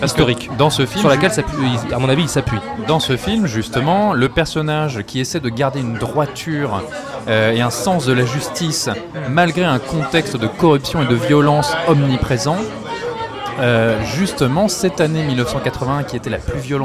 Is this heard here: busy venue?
yes